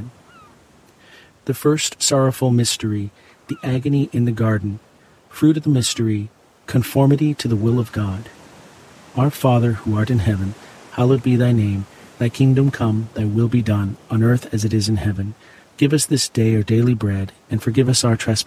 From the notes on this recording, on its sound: Experience ocean water crashing under the boardwalk, sounds from the pier and inspired melodies alongside this Friday rosary.